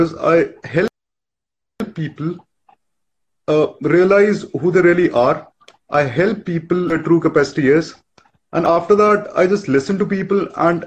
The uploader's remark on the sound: a recorded Instagram live